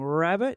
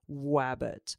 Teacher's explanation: R as in rabbit, where it could sound like a W. So instead of saying rabbit, it sounds like wabbit.